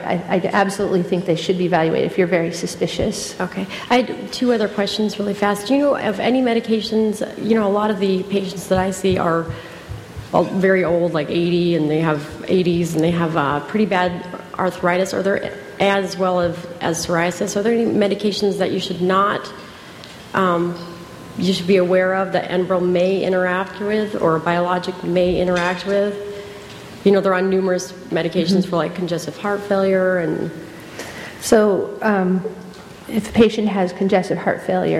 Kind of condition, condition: setting, large echoing room